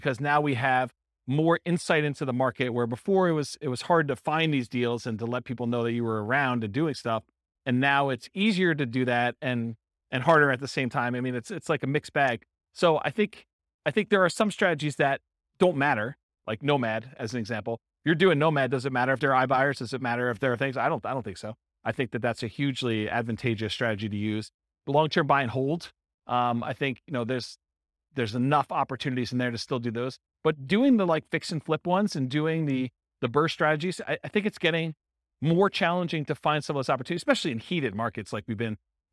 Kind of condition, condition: setting, live audience